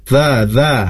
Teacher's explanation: Za, za itu adalah ujung lidah ya di antara gigi atas dan bawah, sehingga tidak terdengar da, tapi za